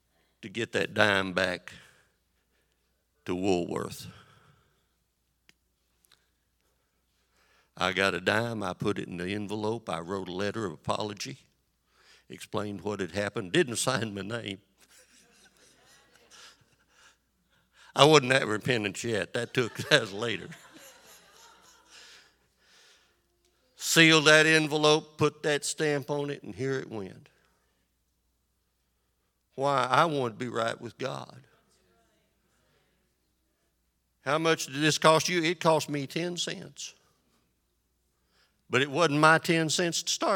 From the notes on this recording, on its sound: This sermon was recorded live on October 9th, 2022 at Newark United Pentecostal Church.